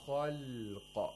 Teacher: We don't say khalqa. The lam should not have tafkhim. And the shape of lips help us.